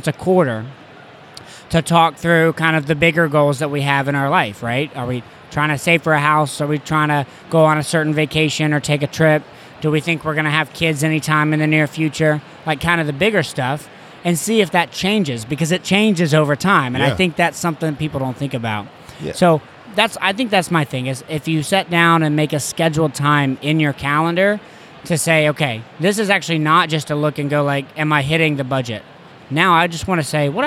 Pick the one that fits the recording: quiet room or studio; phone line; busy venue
busy venue